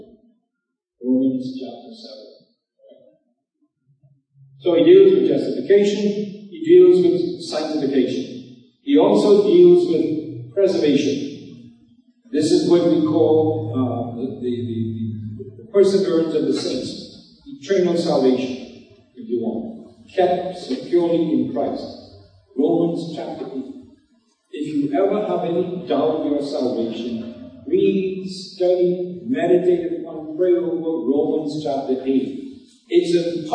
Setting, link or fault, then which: fault, poor sound quality